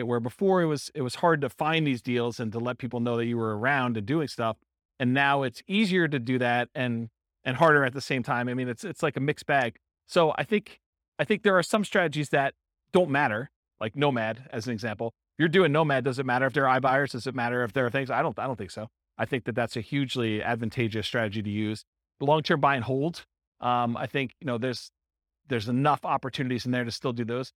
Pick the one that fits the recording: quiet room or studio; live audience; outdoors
live audience